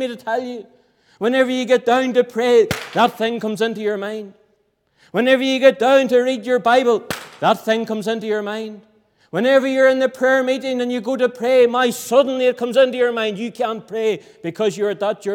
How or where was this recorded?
large echoing room